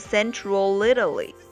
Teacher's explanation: 这个 L 呢可以跟这个下一个这个元音开头的这个 Italy 开始拼读